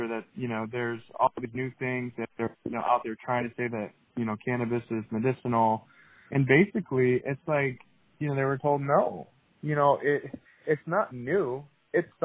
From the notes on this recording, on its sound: This was recorded by phone after the hearing while he was on his way to his next meeting.